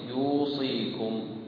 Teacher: عندنا الواو هنا ساكنة وقبلها من جنس الحركة فمدناها بمقدار حركتين، يوصيكم، والصاد أيضا مكسورة وبعدها الياء كذلك حرف مد. · Term: المد الطبيعي